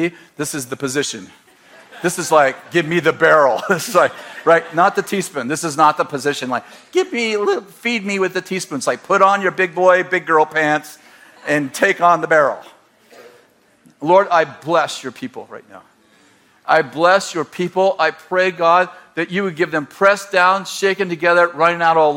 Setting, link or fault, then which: setting, large echoing room